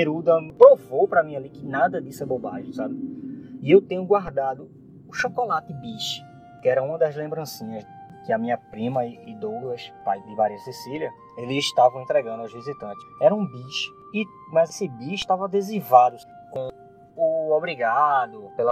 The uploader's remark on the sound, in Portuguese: Apesar das falhas na gravação